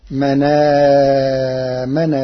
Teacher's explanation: قرأ ورش كلمة من آمن بنقل حركة الهمز إلى الساكن قبله، فتصير من آمن بالله للتخفيف.